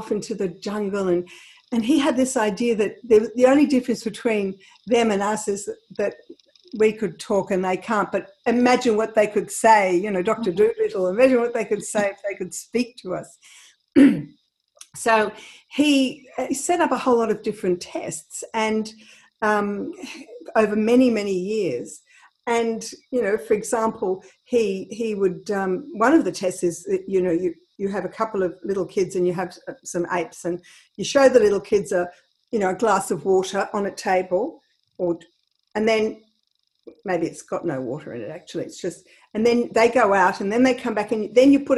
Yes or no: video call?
yes